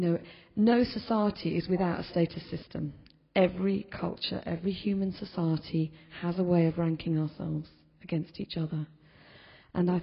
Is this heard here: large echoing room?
yes